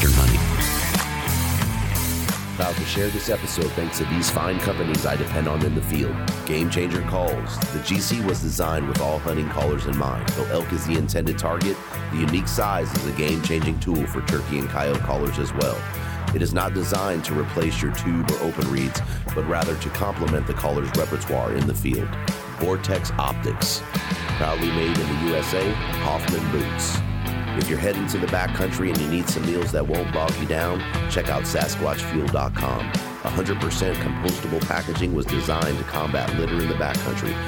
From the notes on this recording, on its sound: Live from Hunt Expo 2020. At the Initial Ascent Mountain Dude table.